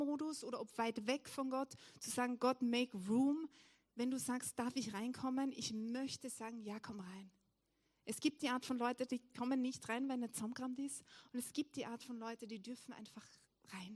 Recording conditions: large echoing room